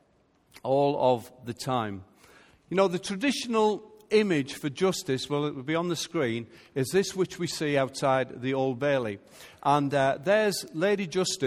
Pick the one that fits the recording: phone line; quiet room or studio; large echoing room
large echoing room